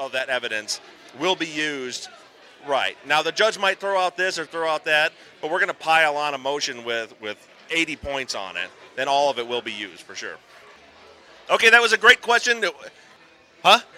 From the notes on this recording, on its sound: LIVE From Dallas. This episode was recorded live at the Dallas fan meet-up. We hear from several listeners.